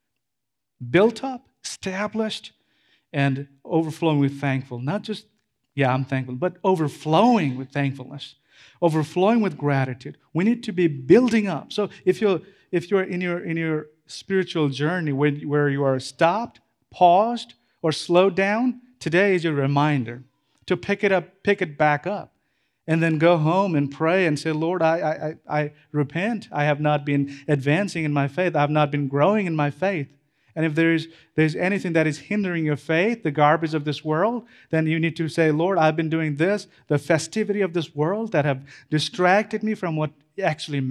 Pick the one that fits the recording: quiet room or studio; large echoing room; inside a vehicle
large echoing room